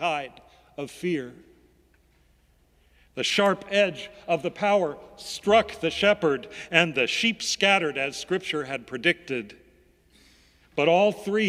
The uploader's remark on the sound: Sermons from Old South Church in Boston